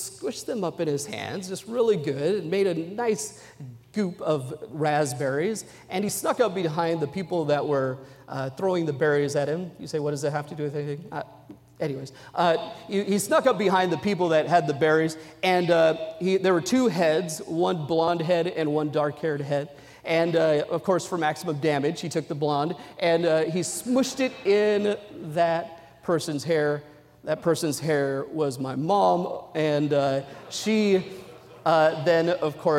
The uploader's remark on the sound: during the Sunday Evening service on August 20, 2023, at North Valley Baptist Church in Santa Clara, California